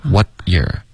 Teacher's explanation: What 的结尾呢要有一个干脆的停顿你要动舌尖舌尖顶上颚